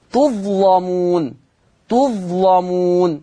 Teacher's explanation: اللام مفتوحة ومسبوقة بالظاء ساكنة، فلورشن التغليظ تظلمون، تظلمون هكذا. · Term: تغليظ اللام